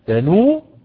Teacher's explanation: واما كلمة تنوء بقى، تنوء دي اللي هيبقى فيها وجهين، يا اما تنوء بحذف الهمزة ونقل حركتها للواو والوقوف على الواو بالسكون تنوء، او انه يدي للهمزة تنوء، يدي للهمزة دي واو زي الواو اللي قبلها ويدغمهم في بعض يبقى تنو.